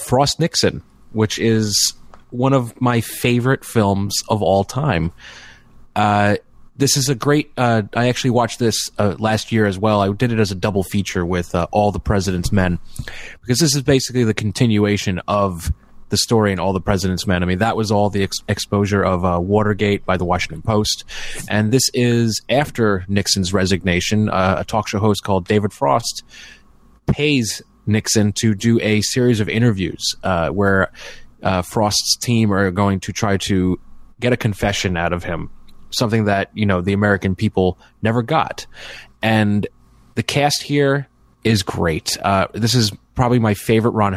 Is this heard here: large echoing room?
no